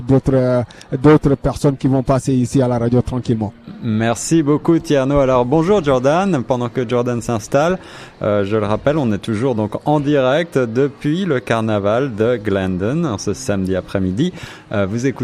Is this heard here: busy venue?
yes